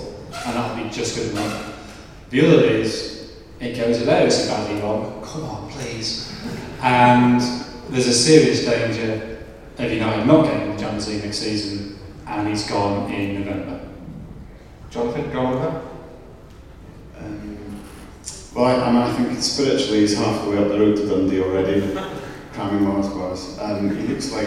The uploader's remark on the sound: Live In Manchester. The first half of our live event in Manchester. Yes, we know the sound quality isn't the greatest throughout, and we apologise.